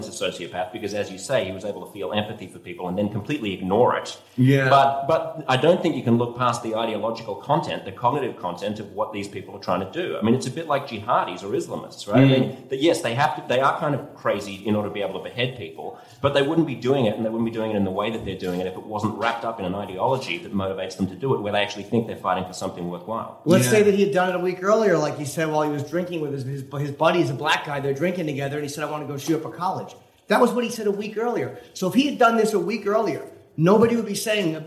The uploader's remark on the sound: On a summer night in Brooklyn in 2015. Lit up a dive bar, guzzling cocktails and bantering about the news.